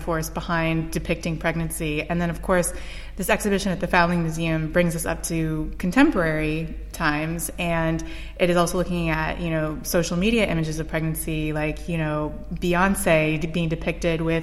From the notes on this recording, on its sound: We visit the Whitechapel Gallery in London